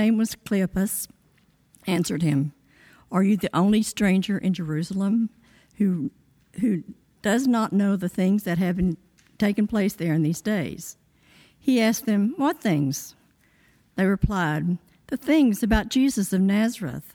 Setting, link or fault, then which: setting, large echoing room